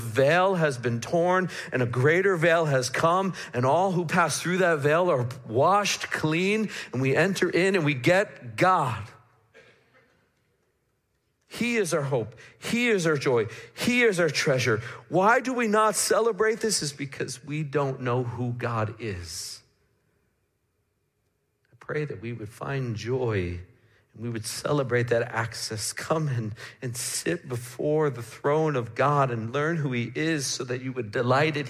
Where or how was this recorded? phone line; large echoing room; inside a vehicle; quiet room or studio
large echoing room